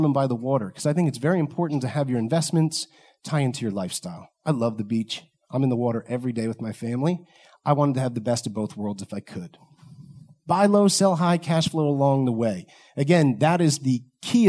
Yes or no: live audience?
yes